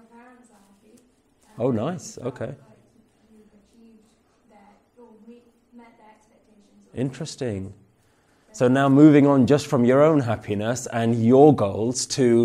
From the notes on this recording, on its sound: Presented at Warwick University, UK.